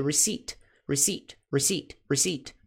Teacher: Esse P não é pronunciado